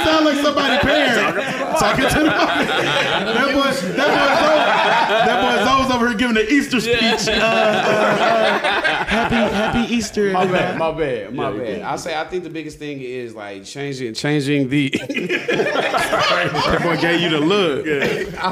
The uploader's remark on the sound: Chattanooga, TN. First recording in front of a live audience!